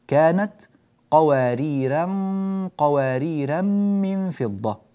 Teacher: الراء هنا مرققة ومنونة، وإذا وقفنا عليها فإننا نثبت هذه الألف، كانت قواريرا، وإذا وصلنا كانت قواريرا قواريرا من فضة كما نطقتها الآن، كانت قواريرا قواريرا من فضة، فيعتنى بهذه الكلمة حتى ترقق الراء وتفخم الغنة بعدها، قواريرا قواريرا من فضة.